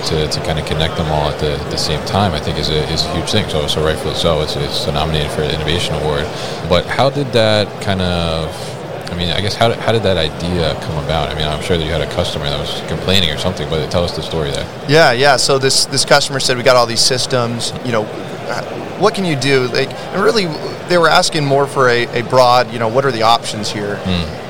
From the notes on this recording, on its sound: Yard Management Solutions at MODEX 2022